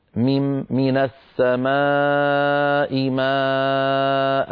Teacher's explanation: يمد المد المتصل أربع حركات أو خمس حركات